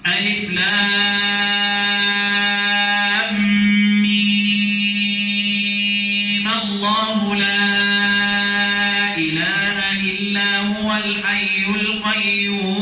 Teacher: لما أجي أوصل أحرك الميم بالفتح للتخلص من التقاء الساكنين